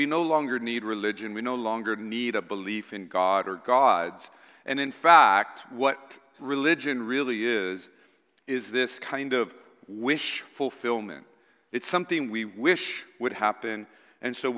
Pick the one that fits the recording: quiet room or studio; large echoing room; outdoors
large echoing room